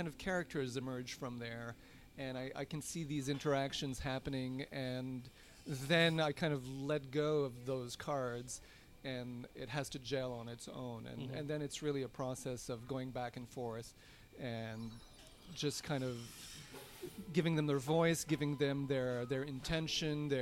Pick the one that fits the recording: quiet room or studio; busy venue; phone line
busy venue